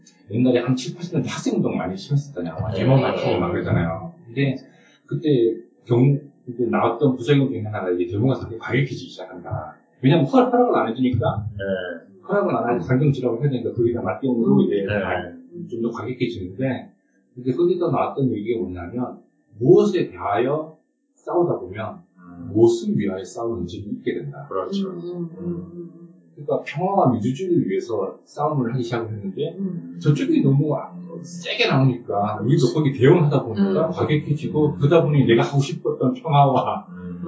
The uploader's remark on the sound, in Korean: 1회부터 3회까지 녹음상태가 고르지 못해 죄송합니다.